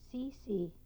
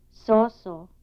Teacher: The following words illustrate minimal pairs contrasting the high front vowel and the mid back vowel.